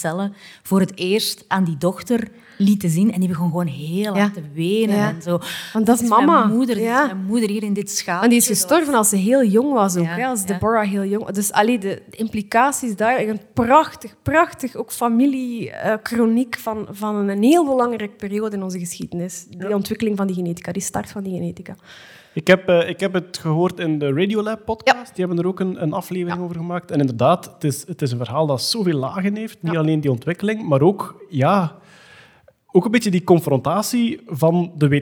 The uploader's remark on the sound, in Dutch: Live op "9000 Boeken" in Gent